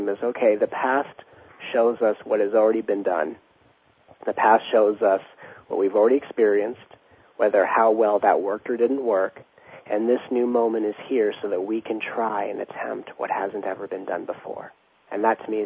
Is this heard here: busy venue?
no